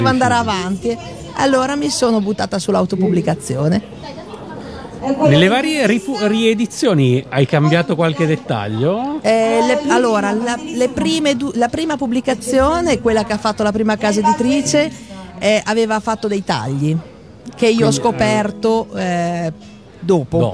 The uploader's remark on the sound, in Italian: Da San Marino Comics 2020 la nostra intervista